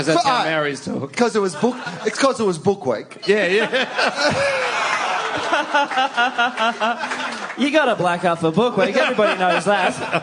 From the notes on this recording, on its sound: Post Grand Final 2016 - Live. Live on stage.